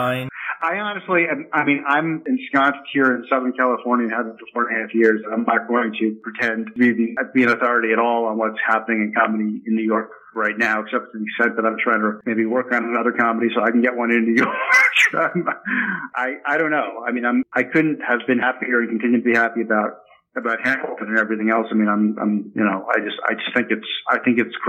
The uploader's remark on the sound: He called in from his home in Hollywood